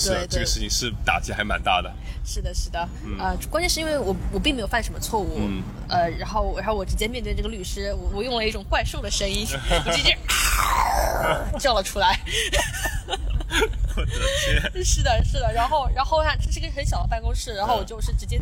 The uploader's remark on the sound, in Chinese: 户外录音，稍有杂音，多谢谅解